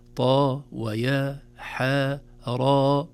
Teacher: عند نطقها في أوائل السور تحذف الهمزة يصبح حرف ثنائي مد فقط · Term: مدا طبيعيا